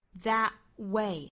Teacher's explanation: that way,尾部这个 t 我们顿一下啊，不是 that way,而是 that way,哒，憋一下气